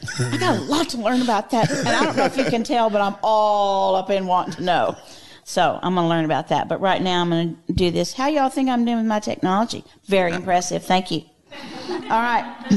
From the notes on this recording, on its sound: This conversation was recorded at The Micah Center in front of a small audience during the LTM All Day event.